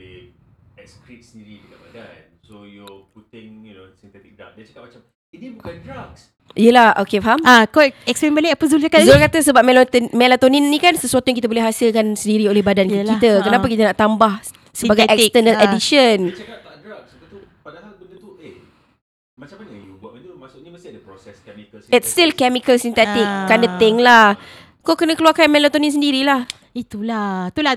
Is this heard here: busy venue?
no